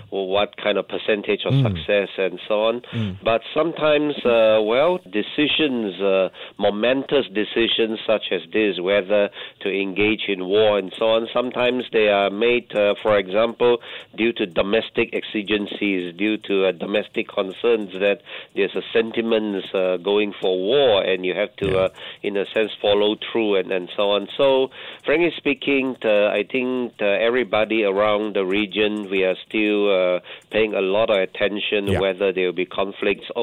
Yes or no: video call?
no